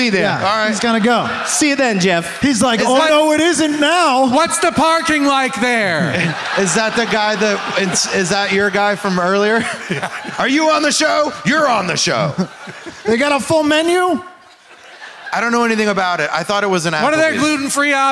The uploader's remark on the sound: Live from the Wilbur Theatre in Boston, MA